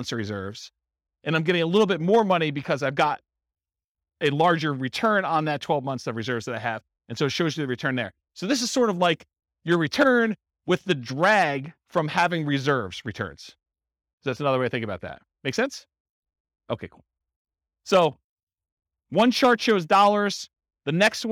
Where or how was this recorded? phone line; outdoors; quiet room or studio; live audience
live audience